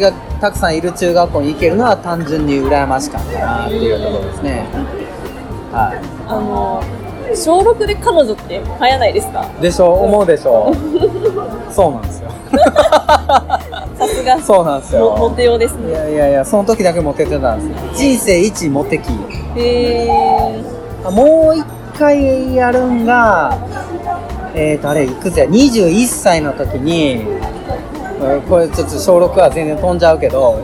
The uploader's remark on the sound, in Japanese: 始まって以来初の対面収録でお送りいたします！多少環境音が入っていますので、そこはご容赦くださいませ。